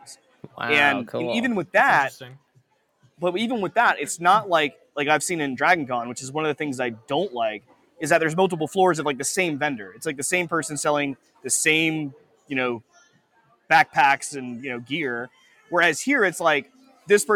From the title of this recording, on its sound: Live from PAX EAST 2022